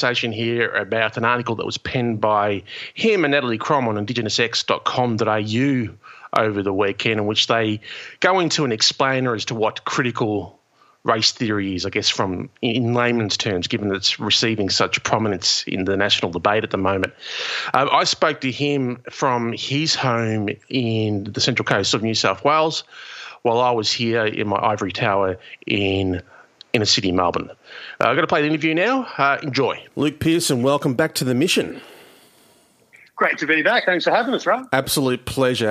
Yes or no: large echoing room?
no